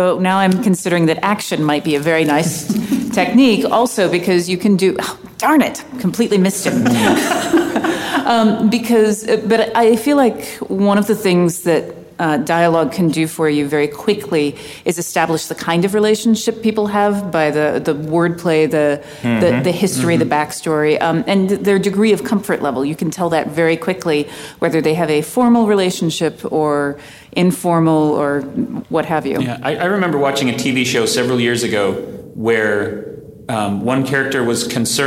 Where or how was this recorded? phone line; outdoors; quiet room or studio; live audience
live audience